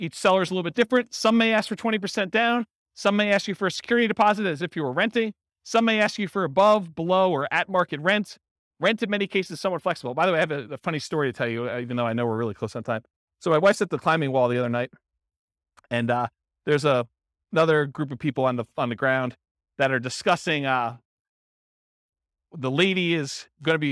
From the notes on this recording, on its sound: This was a live class recorded. In Portland, Maine.